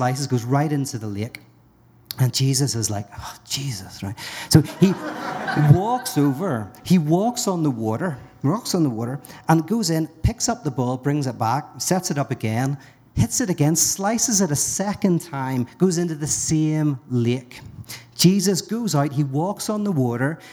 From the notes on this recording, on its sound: LIVE at Grandma's House Brewery. LIVE at Grandma's House Brewery , the Denver Brew Theology community kicked off a #TheologyBeerCamp pregame special.